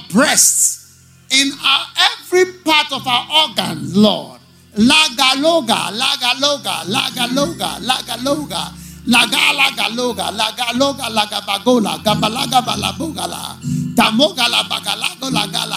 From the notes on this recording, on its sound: Preached at the Everlasting Father Cathedral.